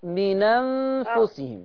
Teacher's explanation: هينقل حركة الهمزة للحرف اللي قبلها اللي هو النون · Term: النقل